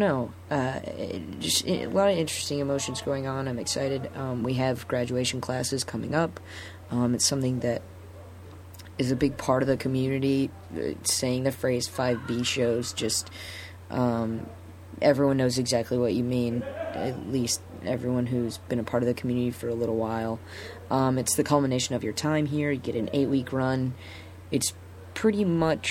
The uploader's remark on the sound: That's what I get for recording while in the iO box office...